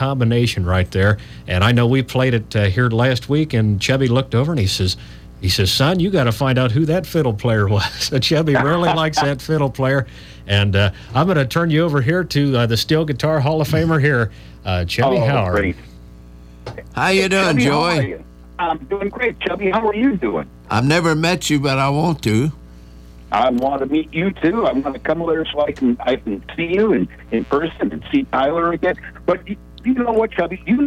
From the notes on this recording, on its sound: We had two members of the band call in to The … Show on Saturday, April 25th.